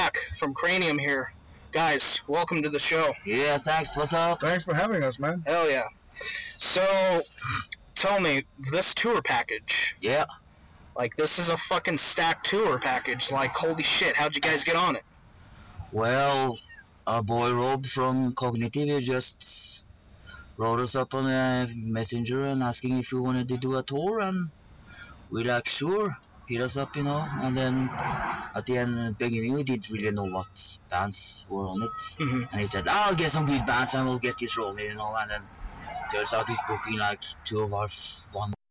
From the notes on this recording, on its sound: for some reason the audio came out really fucked up in this one, despite everything we tried the audio is still fucked, apologies!